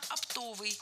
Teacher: Оптовый – неверно, правильно – оптовый. Ударение в этом слове падает на второй слог, на суффикс «ов»